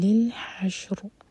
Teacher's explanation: شین پر سکون ہے تو شین پر جھٹکا نہ ہو اور نہ ہی فتح کا ساؤنڈ ہو